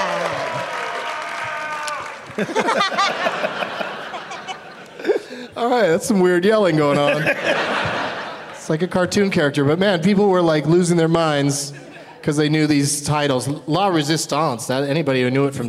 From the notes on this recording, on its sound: Live from Toronto's Just For Laughs festival